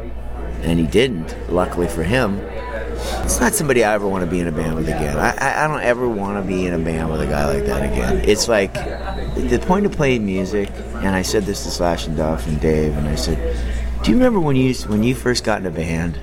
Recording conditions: busy venue